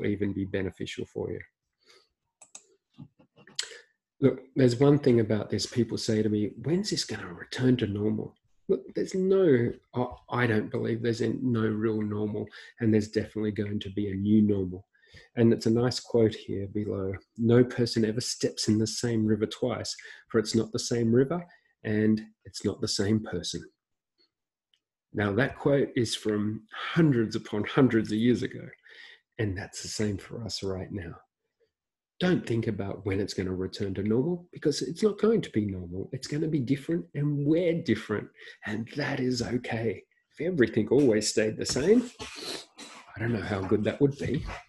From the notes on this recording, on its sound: This is the audio from a recent webinar